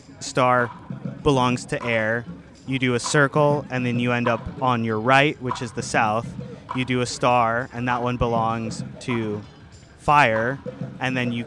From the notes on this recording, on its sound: A Portland Street Faire. Recorded on 8/22/21 on SE Hawthorne St in Portland, Oregon.